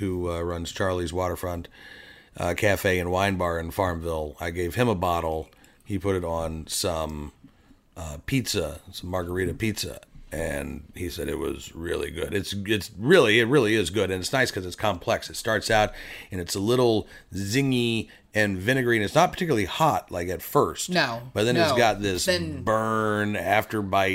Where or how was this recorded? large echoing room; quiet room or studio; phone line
quiet room or studio